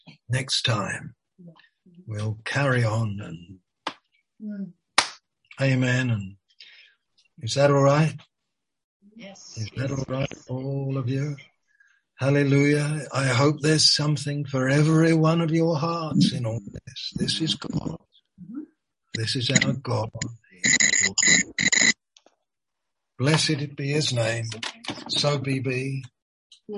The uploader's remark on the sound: Malaysia Meets (Zoom).